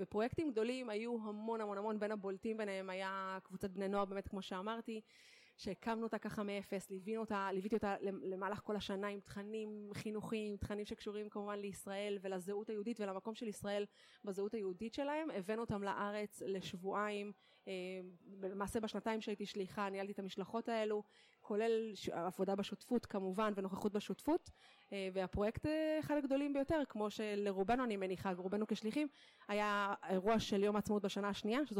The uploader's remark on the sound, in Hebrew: במהדורה מיוחדת זו, שהוקלטה באירוע השליחים החוזרים ב2019.